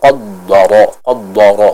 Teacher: Contoh qaddara, qaddara, bukan qadda tapi qaddara, qaddara, seperti itu. Dan kita menipiskan bacaan dari huruf dal tersebut. Namun bersamaan dengan hal tersebut, kita masih tetap menjaga sifat tebal yang dimiliki oleh huruf qaf dan huruf ra di kata tersebut.